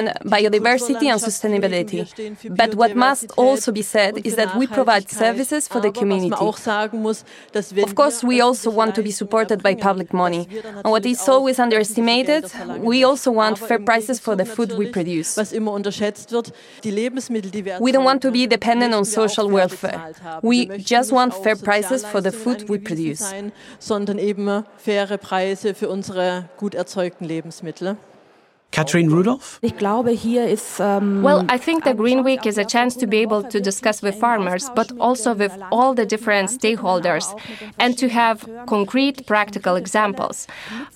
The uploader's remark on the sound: snapshots from our Facebook Live broadcast that we made from the event